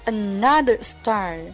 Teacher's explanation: Another 啊，尾音要卷舌， star 同样啊，尾音也是卷舌